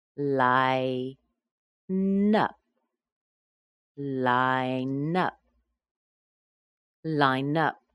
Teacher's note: I've connected the N sound at the end of the word with the U sound at the beginning of the next word.